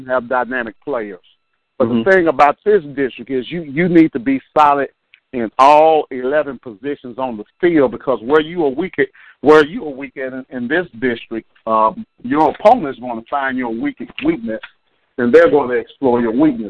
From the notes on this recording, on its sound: 87.9 FM Prairie View, TX. Phone Interview.